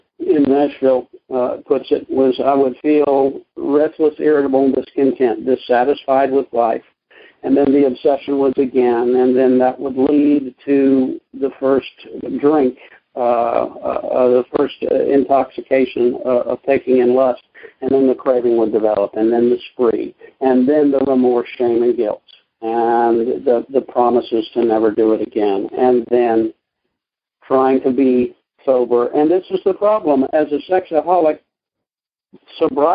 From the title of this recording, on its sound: Monday Noon Phone Speakers Series